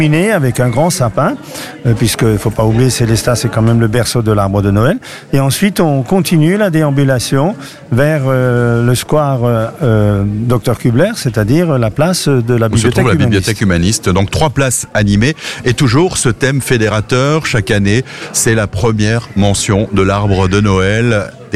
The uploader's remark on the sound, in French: en direct depuis le caveau saint-Barbe à Sélestat